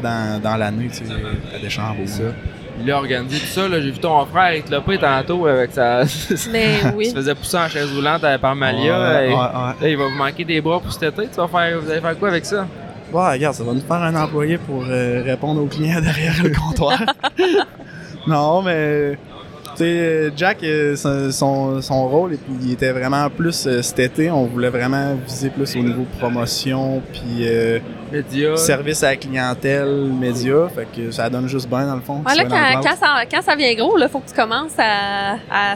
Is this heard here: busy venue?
yes